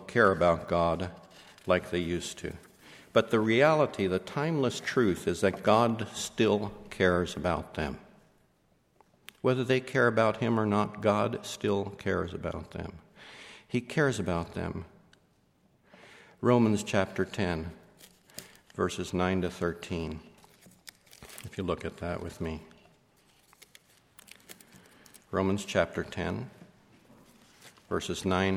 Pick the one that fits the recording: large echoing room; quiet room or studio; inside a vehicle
large echoing room